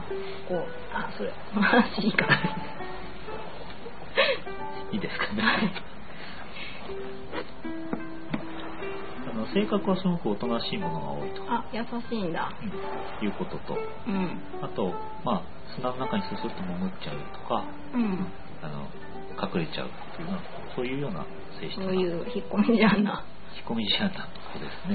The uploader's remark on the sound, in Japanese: しかし2周目は波のBGMが雑音になっちゃって聞きにくいですね。